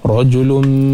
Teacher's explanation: pada ra yang berbaris di atas juga kita baca dengan tebal